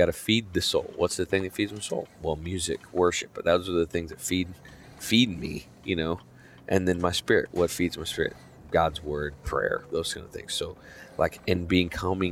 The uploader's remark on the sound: recorded this episode on our way back from his show at Betty Rose’s in Abilene, Texas